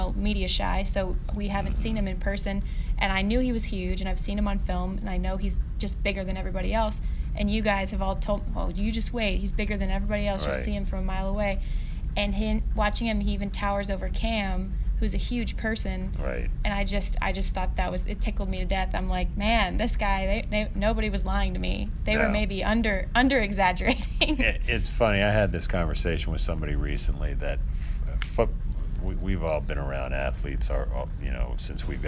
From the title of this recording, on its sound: Live from Carolina Panthers' minicamp